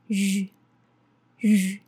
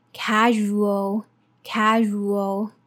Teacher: it's a voiced sound. Your teeth come together and your mouth shape is like the pronunciation of sh, sh. But like sh is voiceless, but here is a voiced sound, so it's zh, zh.